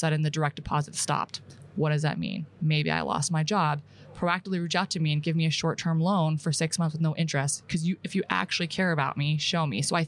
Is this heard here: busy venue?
yes